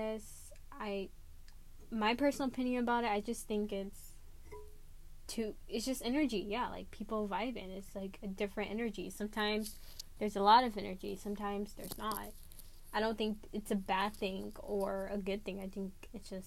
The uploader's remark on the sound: sorry for the bad mic, I was messing with it too much.